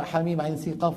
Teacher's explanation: في إخفاءات، عين سي في إخفاء، سين قا في إخفاء